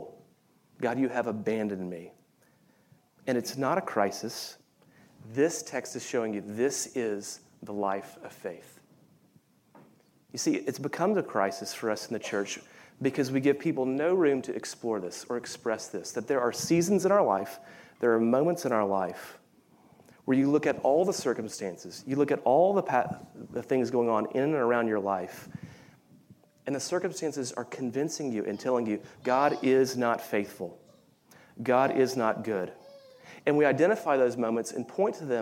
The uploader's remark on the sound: Of Reformed University Fellowship at USC during the Contemporary Worship service.